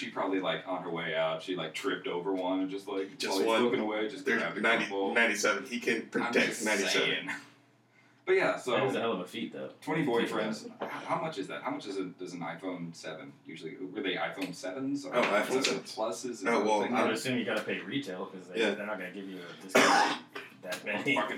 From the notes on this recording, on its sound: Mics not so much.